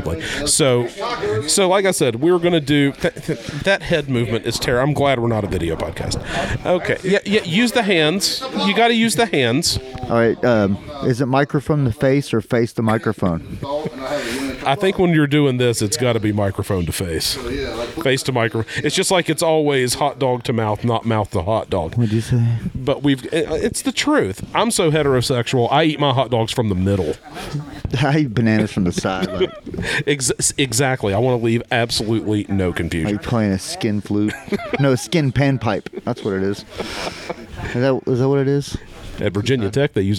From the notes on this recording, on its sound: Recording live at the Apex Combat Sports training facility. There's tons of gibberish emanating from the BJJ mats near our recording spot.